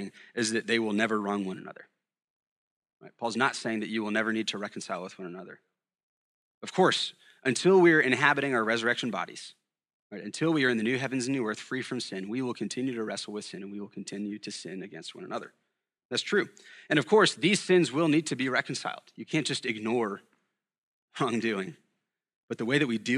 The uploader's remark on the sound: at Sojourn Galleria Church